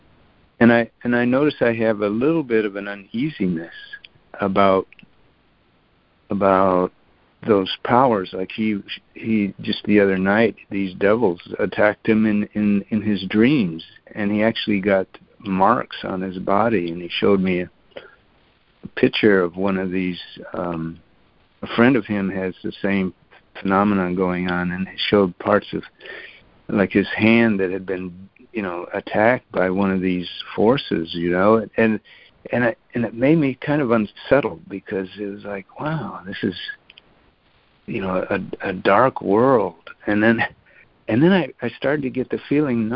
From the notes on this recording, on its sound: ACIM Daily Conference Call.